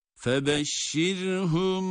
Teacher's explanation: ra cezimli, kendinden önceki hareke esir olduğu için ra'yı burada ince okuyoruz